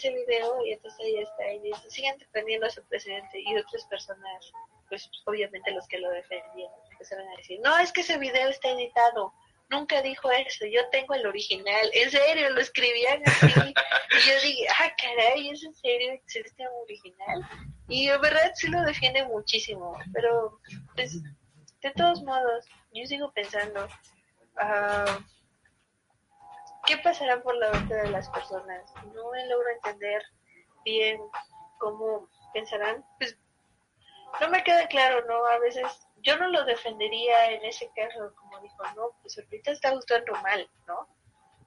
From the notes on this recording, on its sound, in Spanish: Este episodio fue grabado en vivo por facebook live.